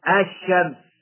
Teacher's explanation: والأولى أن نقول شبهت اللام القمرية مع ما بعدها من حروف شبهت بلام كلمة القمر، فلام كلمة القمر ظاهرة في النطق، أما اللام الشمسية فشبهت بإخفائها بكلمة الشمس، فلام كلمة الشمس مخفاة ومدغمة في الشين بعدها